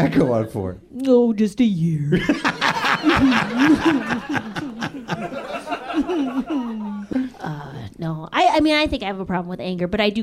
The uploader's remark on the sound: Live at UCB LA. Which is weird because it's not a very big stage. Taped in front of a live audience.